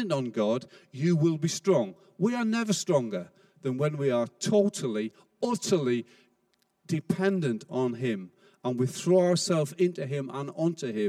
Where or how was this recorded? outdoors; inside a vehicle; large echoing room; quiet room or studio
large echoing room